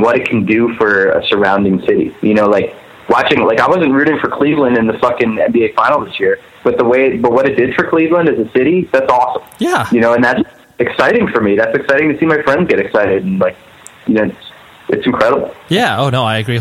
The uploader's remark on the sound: We hopped on the phone one afternoon